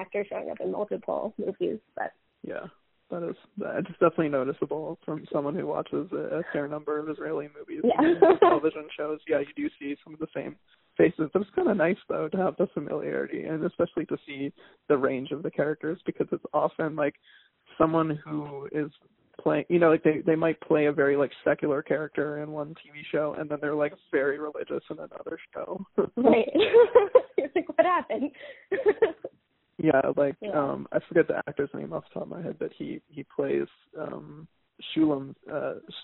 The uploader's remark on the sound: Chats on the phone.